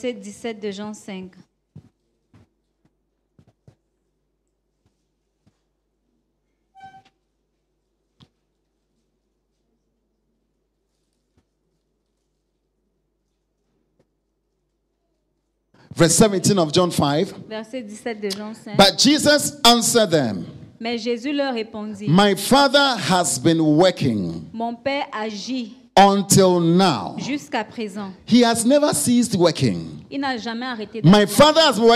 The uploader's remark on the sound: Preached during FCIM_Workers_Conference_2022 Day 1